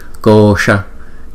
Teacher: Chữ S cong lưỡi lại.